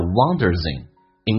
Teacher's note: wonder 后面加 s 发 z 这个发音